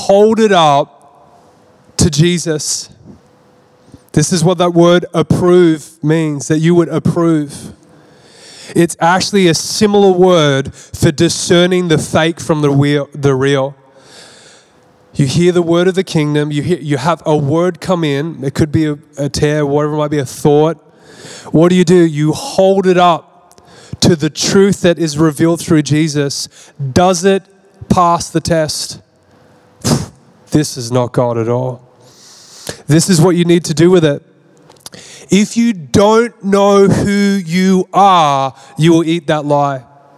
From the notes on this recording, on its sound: This message was recorded at Zion Church Gold Coast